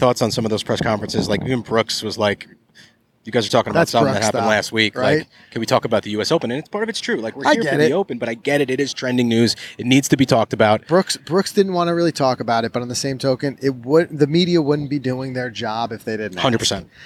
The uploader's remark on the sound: We're on location in Brookline at The Country Club